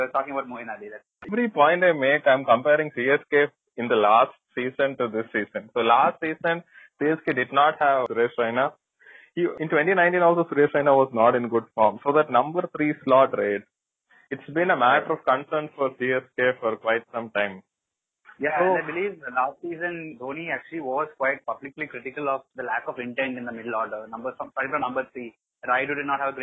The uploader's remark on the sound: we get on a phone call (we will get better at this, we promise)